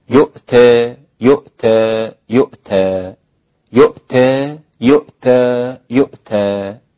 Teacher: كلمة يؤتى أيضا ممالة عند الإمام حمزة والكسائي وخلف، ويقللها ورش. يؤتى يؤتى يؤتى يؤتى يؤتى يؤتى هكذا، إمالة تقليل فتح.